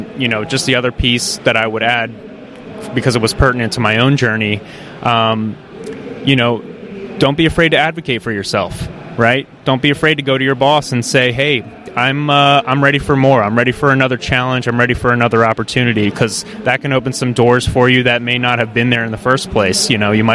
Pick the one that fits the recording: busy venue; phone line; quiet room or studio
busy venue